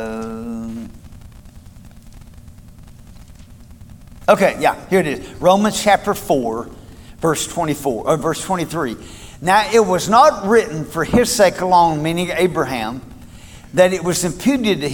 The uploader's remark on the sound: Recorded at Cornerstone Church